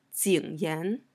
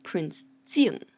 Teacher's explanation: So you will notice that even though his name is Jing Yan and his title is Prince Jing, they are not the same word and are pronounced differently. In his name, Jing Yan, we use the third tone, Jing Yan, and in his title, we say Prince Jing, fourth tone, Prince Jing.